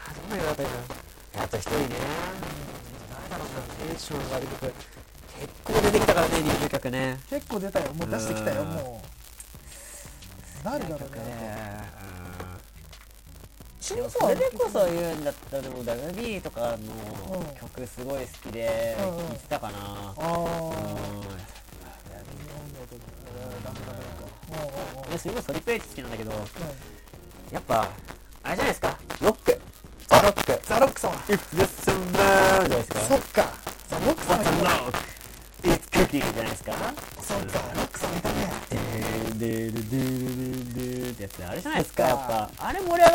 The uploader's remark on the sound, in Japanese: 今回の音源は音質が悪いため、ご了承の聴取ください。無観客公開収録第2部の模様をお送りします。